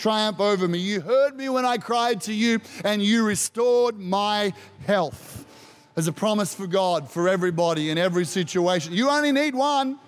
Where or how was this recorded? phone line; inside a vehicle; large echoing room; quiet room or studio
large echoing room